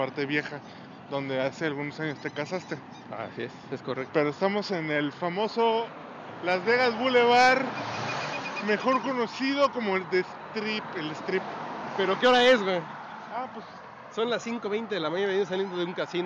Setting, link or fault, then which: setting, outdoors